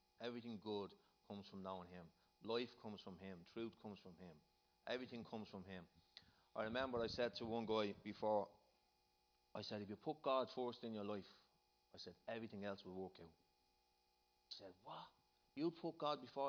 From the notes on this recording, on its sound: Recorded live in Liberty Church on 23rd June 2019